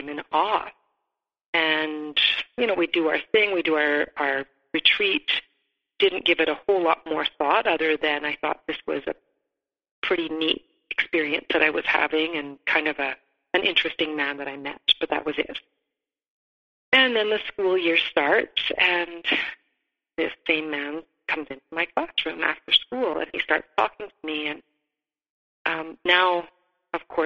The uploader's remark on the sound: The sound on this episode changes dramatically as it's over two different calls and a few different devices.